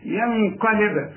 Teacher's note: بقفل شفايفي وبفتحها على طول يحصل القلقلة بتاعت الباء